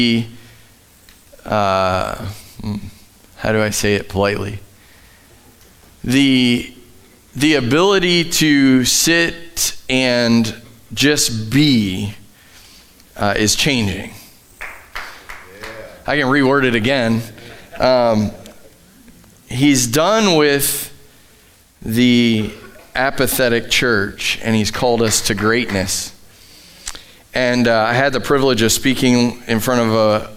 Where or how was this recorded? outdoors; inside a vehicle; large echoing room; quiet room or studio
large echoing room